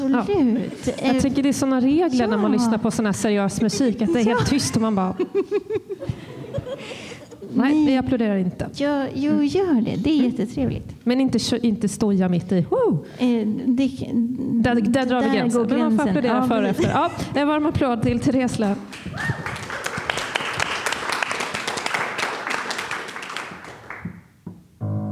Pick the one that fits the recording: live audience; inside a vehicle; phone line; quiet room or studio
live audience